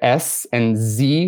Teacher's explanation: you make them in the same way, only z, you vibrate your vocal cords. With S, you don't vibrate your vocal cords. · Term: voicing